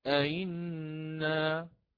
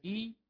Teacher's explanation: أتينا بتسهيل الهمزة الثانية بين الهمزة والياء، لأن الياء هو حرف المد المجانس لحركة الكسرة · Shown in: first take